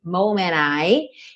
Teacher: Moment I, ele realmente comeu o D aí.